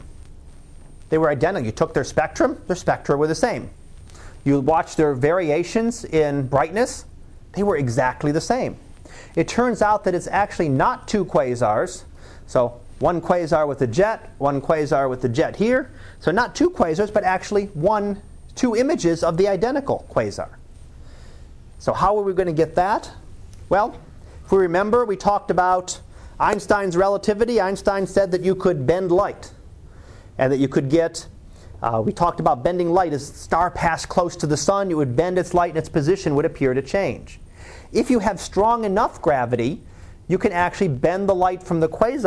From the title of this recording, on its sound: Live Class Lecture